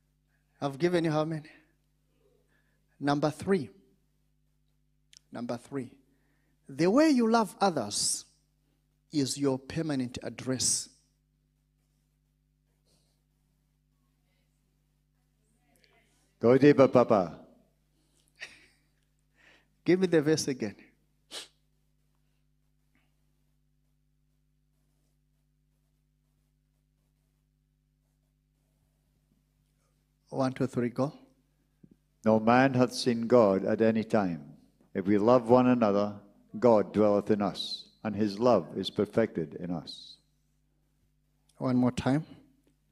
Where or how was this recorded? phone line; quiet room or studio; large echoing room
large echoing room